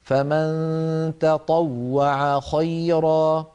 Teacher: حرفان هما التاء والطاء وهما من المخرج نفسه